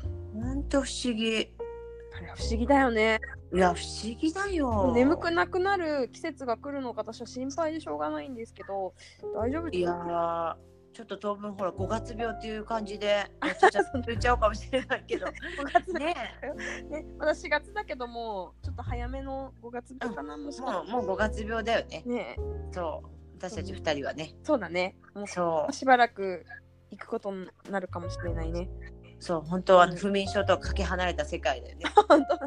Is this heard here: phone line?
no